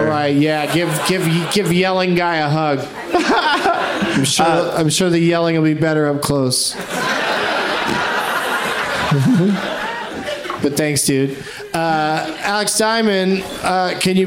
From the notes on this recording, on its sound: Live from Cap City Comedy Club in Austin.